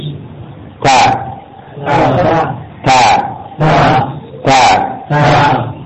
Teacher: makhraj di sini adalah ujung lidah dengan pangkal dua gigi seri atas · Term: harfut ta